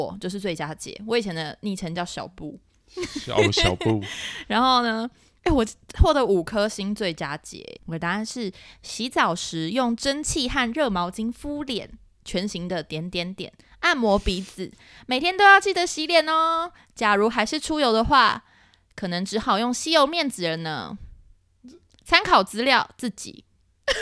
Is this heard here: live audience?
no